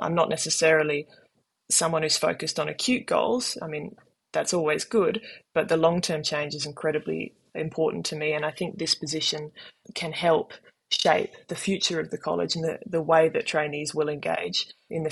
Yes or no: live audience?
no